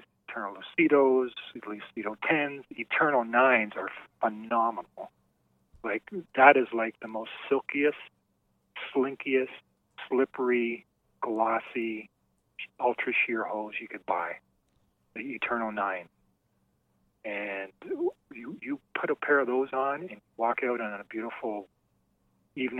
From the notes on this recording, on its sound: called